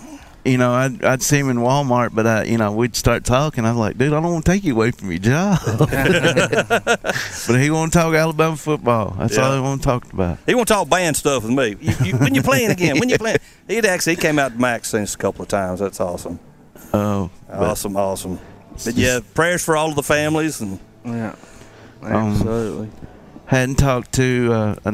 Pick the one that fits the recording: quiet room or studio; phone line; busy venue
busy venue